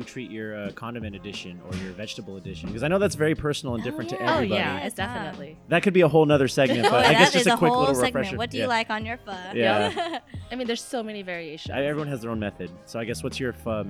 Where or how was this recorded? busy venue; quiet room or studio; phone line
busy venue